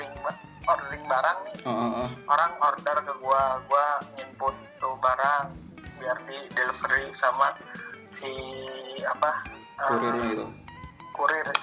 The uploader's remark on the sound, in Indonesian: Obrolan di ambil melalui voice call whatsapp dan pihak narasumber tidak mengetahui obrolannya direkam.